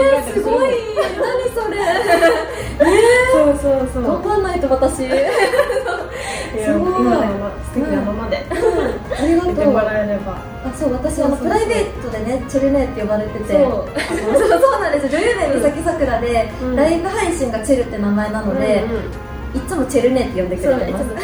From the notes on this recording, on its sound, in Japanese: 番組初となる公開収録が開催！